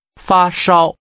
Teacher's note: Using high-level tones, say fever or a fever.